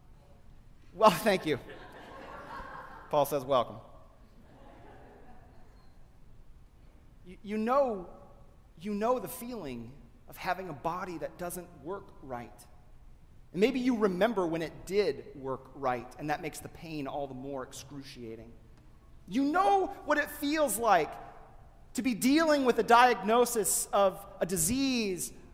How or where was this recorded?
large echoing room